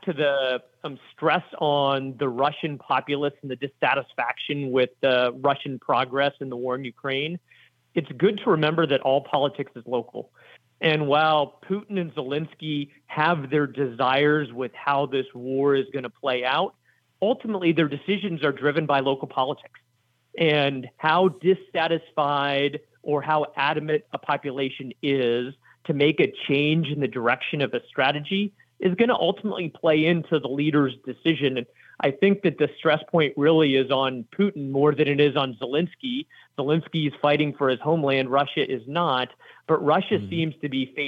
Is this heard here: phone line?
yes